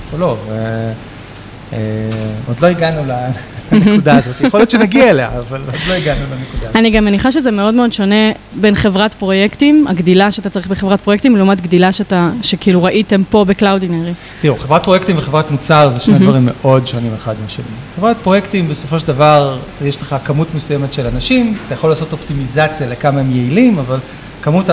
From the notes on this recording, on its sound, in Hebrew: פרק לייב בשיתוף קלאודינרי. הפרק הזה הוקלט בפאב המחלבה בבית לחם הגלילית. לכבוד פתיחת הסייט החדש של קלאודינרי ברמת ישי.